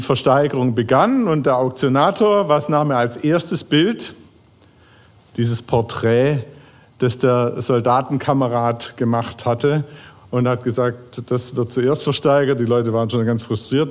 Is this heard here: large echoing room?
yes